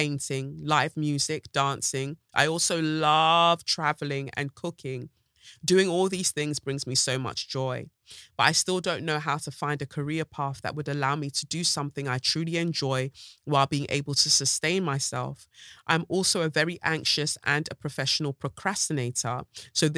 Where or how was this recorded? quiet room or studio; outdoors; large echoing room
quiet room or studio